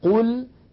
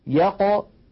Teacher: القاف المضمومة أفخم بقليل من القاف الساكنة